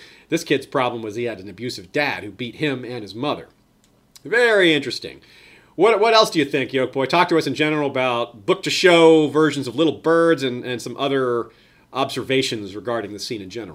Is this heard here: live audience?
no